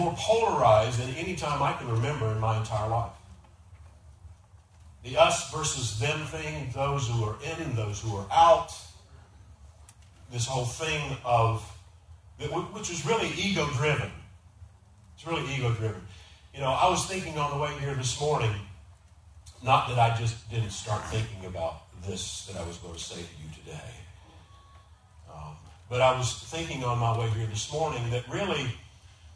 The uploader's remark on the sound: We had technical difficulties recording this Sunday, please excuse the poor sound quality.